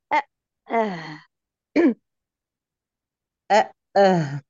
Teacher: بجيب لك الهمز الأول وافتح شوية، مش هسيب الأوتار تتفتح على الآخر · Term: الهاء